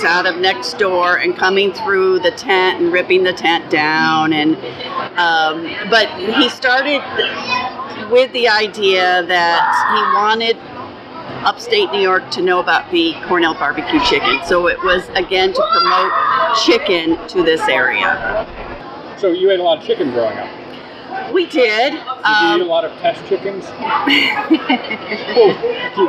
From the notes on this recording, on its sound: Recorded August 2018 at the New York State Fair.